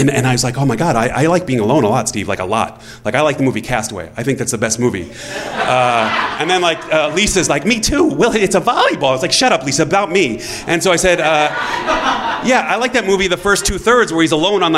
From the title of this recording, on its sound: Live From LA Storytelling Fest